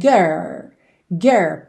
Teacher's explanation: E naquela rápida revisão de como pronunciar a palavra girls, especialmente com sotaque mais americano, que tem aquele R enrolado